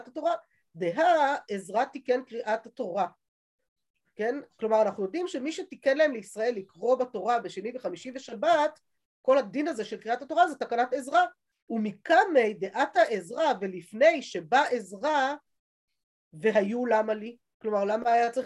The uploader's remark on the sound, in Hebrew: השיעור הועבר והוקלט בזום. בישוב עלי.